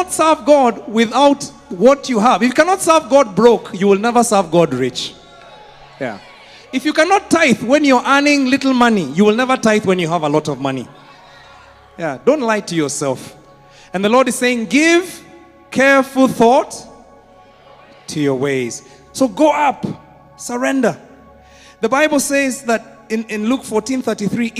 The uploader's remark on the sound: Preached at Worship Harvest Church, Kampala